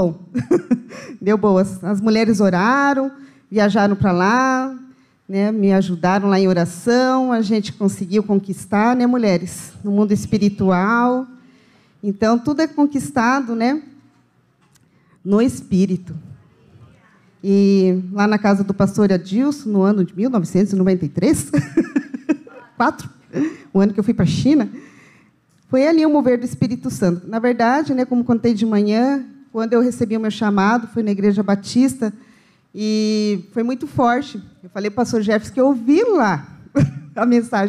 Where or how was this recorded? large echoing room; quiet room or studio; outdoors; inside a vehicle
large echoing room